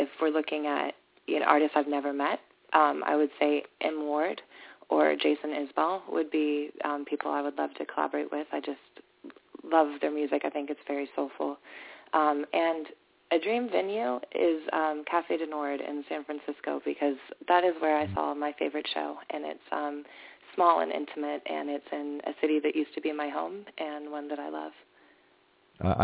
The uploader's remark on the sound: Call in from SXSW. Calls in from SXSW. Since the band will be on cellpones and standing on a corner outside their next gig, there will be distortion and background sounds.